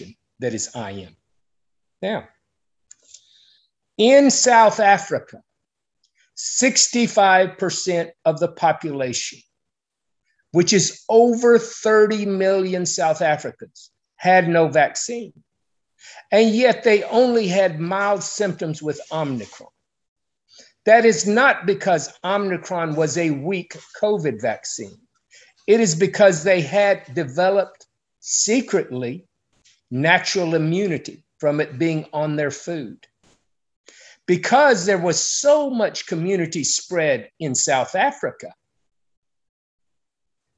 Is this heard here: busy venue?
no